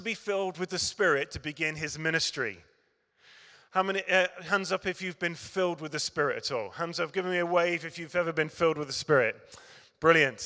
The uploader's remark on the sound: Recorded at Middlesbrough Community Church.